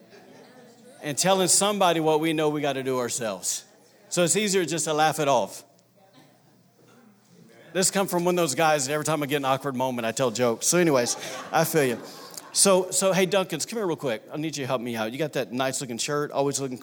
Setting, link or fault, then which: setting, large echoing room